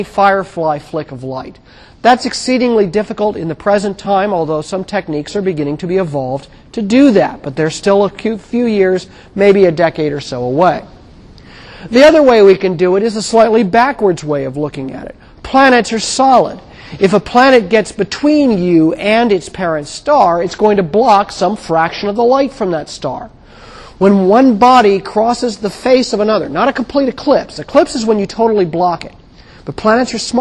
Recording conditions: large echoing room